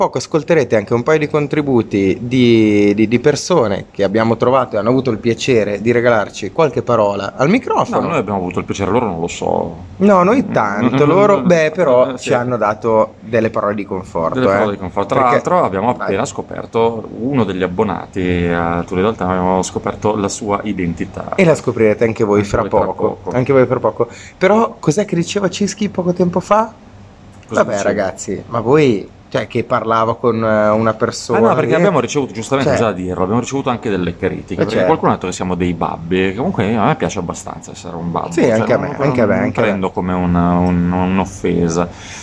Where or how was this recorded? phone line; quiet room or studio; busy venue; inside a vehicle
busy venue